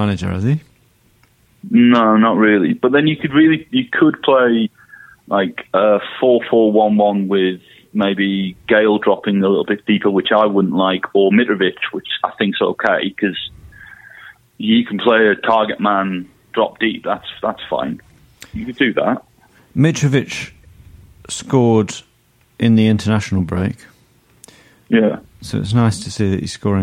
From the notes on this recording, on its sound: on the phone